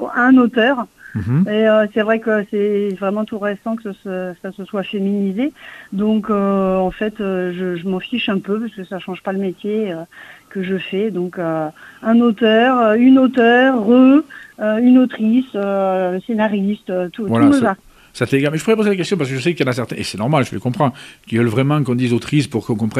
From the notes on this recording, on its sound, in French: reçoit par téléphone la scénariste